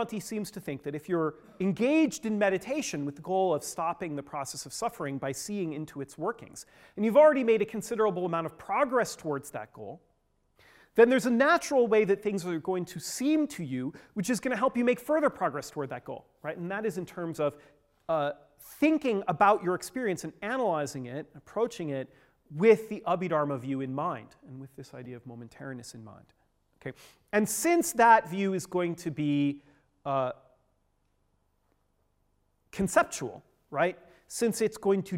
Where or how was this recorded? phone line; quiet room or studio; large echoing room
large echoing room